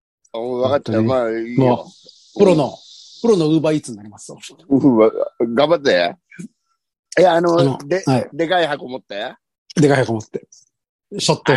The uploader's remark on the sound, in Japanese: ZOOMで収録